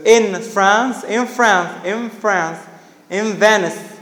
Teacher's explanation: it becomes labiodental ME before labiodental sounds, before F and V.